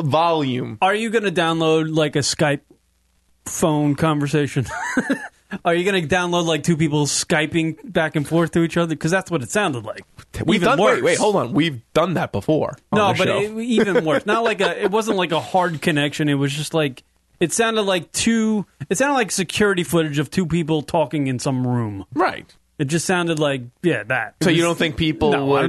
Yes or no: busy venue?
no